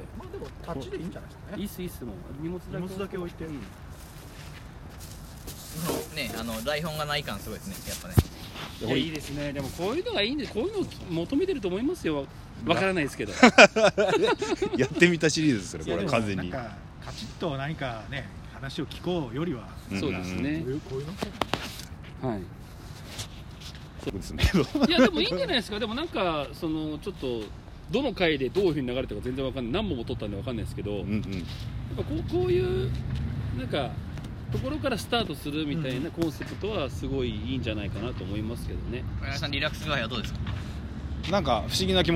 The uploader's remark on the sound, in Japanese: 新宿中央公園での収録を決行！ネイキッドロフトの様に路上の音を聞きながら、リラックスしたムードで色々なお話や相談をさせて頂いてます。